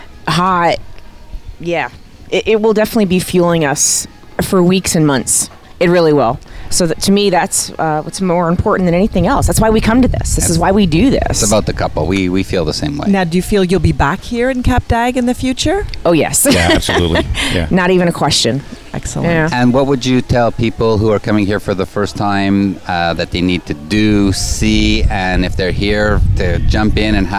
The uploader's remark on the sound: On location from the naked city in the south of France, get a firsthand view of swinging in Europe as we broadcast from Hotel Le Jardin d’Eden with SDC’s amazing group of open minded couples from all over the world.